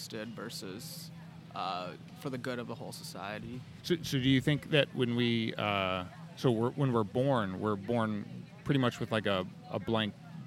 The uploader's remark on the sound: This week was itself part of the larger "150 Years of Giant Leaps" sesquicentennial celebration of Purdue University. We asked students and other passersby. Generally opened up the microphones giving people the opportunity to ask a philosopher any questions they had.